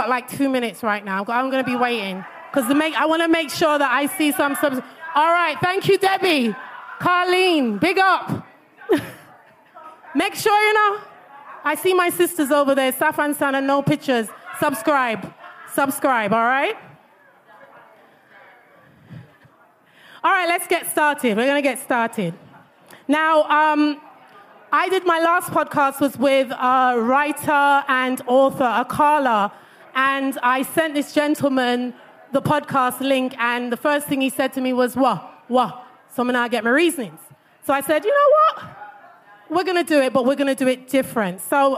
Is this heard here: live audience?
yes